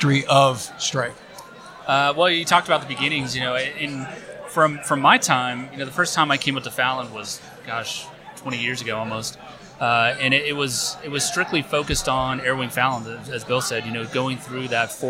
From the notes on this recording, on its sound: Live from Tailhook 2019